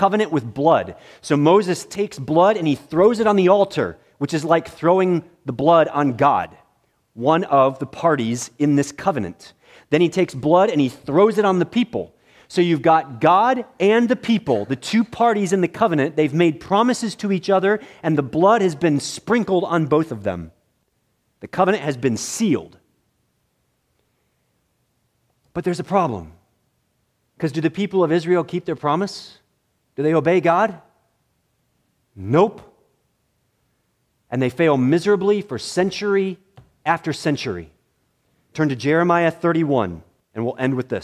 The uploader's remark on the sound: preached in the morning worship service at Bethany Baptist Church